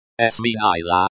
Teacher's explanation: Sminila. Stress on the second syllable.